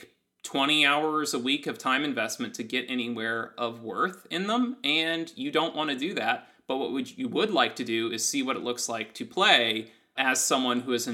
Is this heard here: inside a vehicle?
no